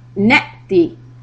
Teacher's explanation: hamza with a sukun, give the little hiccup